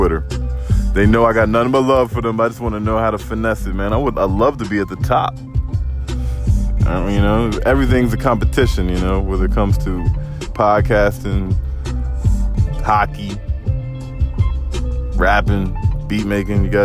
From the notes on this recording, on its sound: It's a beautiful sunny Thursday morning in the DMV area! Ride with me on this ride to work today.